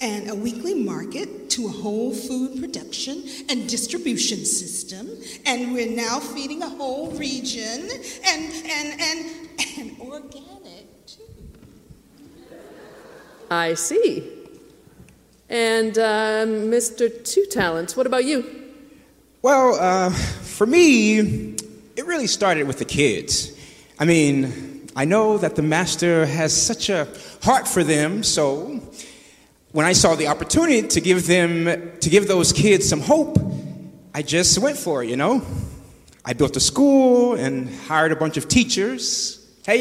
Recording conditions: large echoing room